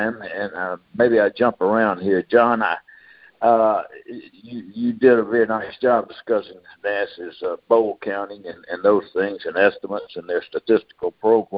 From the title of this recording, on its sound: Monthly Conference Call